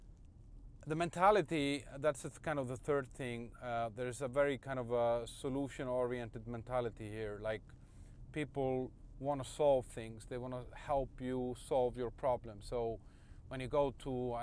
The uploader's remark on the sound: Ranting in the Car